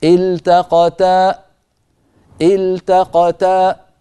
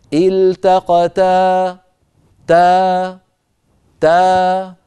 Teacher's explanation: التقتا، لما نقف على كلمة آخرها ألف، التقتا تا، فنجعل الصوت في آخر الألف يتخامد ويتلاشى تدريجيا، ولا نقفل الوترين الصوتيين · Shown in: second take · إن تقفلنا الوترين الصوتيين خرجت همزة ساكنة.